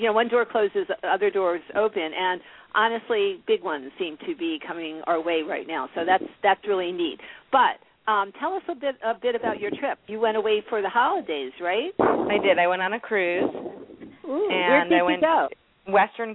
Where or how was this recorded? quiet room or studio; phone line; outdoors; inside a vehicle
phone line